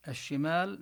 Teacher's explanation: همزة الوصل لا نلفظها، أما الشين فتدغم فيها اللام كما في الشمس